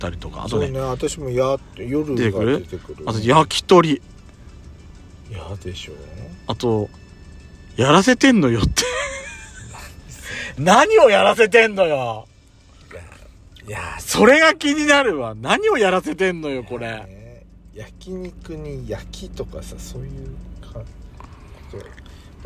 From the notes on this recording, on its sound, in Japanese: パーキング収録